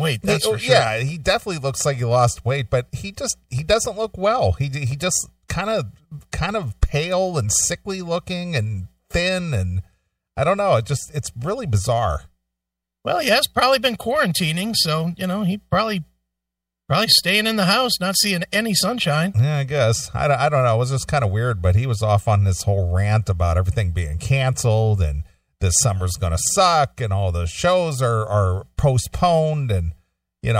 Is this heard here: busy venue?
no